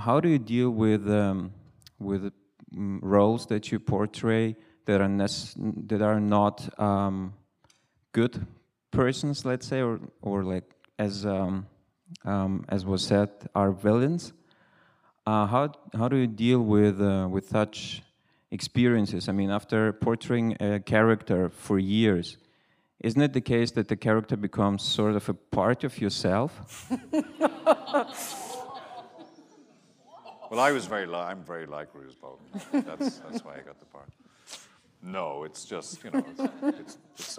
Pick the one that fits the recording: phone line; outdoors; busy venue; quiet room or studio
busy venue